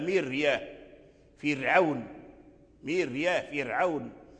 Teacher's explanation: فكلمة ميريا يعني الميم مكسورة مرققة، كذلك الراء تتبعها في الترقيق، فلا يتحول اللسان مثلا من ترقيق الميم المكسورة إلى تفخيم الراء